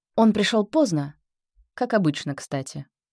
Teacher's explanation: Легкое повышение в середине, затем плавное понижение. · Term: Интонация пояснения